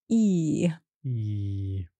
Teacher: this is a long vowel sound. Your jaw, this bit of your face, is not relaxed. It's quite tense, as if you're smiling.